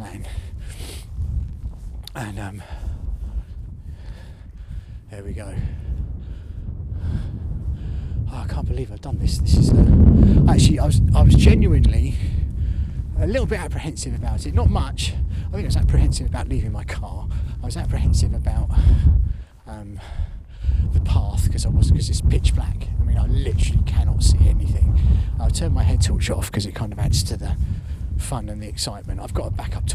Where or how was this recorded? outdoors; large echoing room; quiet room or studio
outdoors